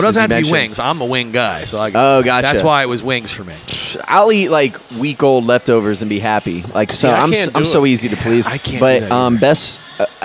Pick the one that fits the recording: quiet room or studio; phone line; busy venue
busy venue